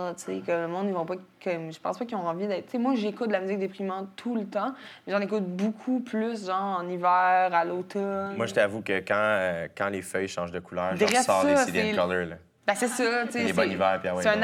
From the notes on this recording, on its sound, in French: J'ai décidé de vous faire patienter avec des entrevues devant public que j'ai enregistrées l'année dernière.